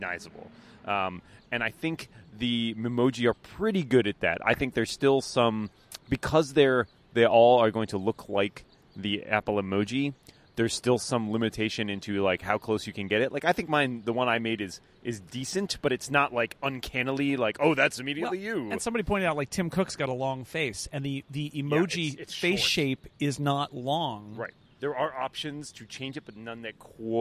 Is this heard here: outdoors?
yes